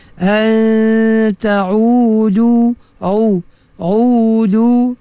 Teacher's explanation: Pastikan ain, tengah halqum.